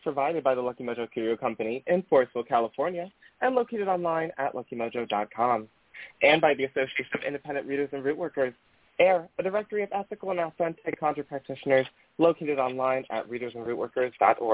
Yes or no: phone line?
yes